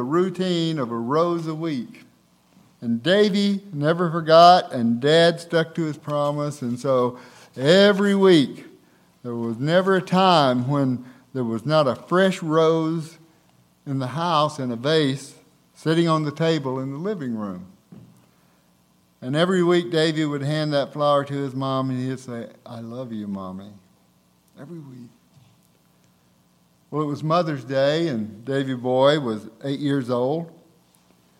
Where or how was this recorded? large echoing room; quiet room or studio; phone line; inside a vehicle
large echoing room